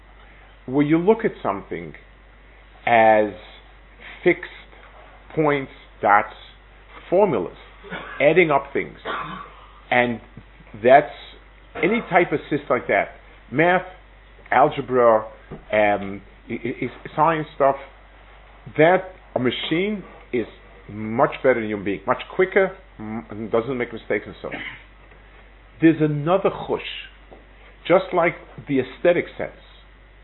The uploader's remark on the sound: Delivered at Netiv Aryeh. Israel Trip 5784.